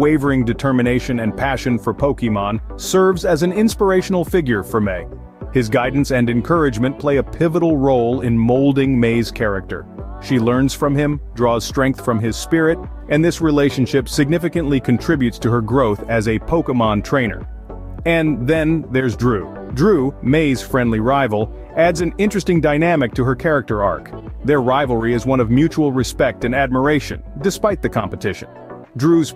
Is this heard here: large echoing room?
no